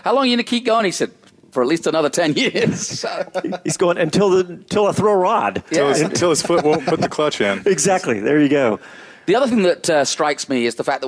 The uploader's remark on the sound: Live from COTA at the SVRA US Vintage National Championship. Live from Circuit of the Americas, hosting the SVRA US Vintage National Championship, Trans Am Series, and International GT.